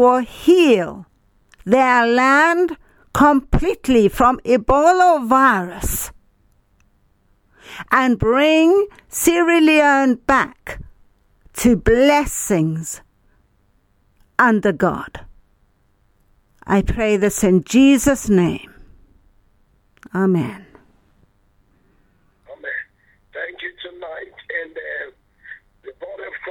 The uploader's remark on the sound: Speaking via phone to group in Sierra Leone.